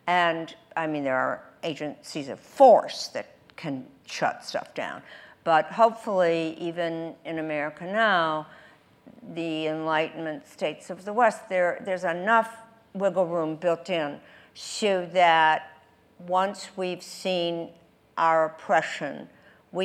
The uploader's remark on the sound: The conversation was recorded on June 19, 2019 in front of a live audience at New York's 92nd Street Y.